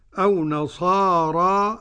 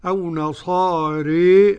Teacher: وقرأ أبو عمرو وحمزة والكسائي وخلف العاشر بالإمالة الكبرى · Shown in: second take